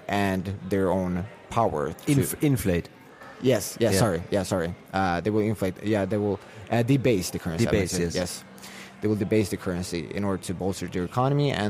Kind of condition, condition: setting, busy venue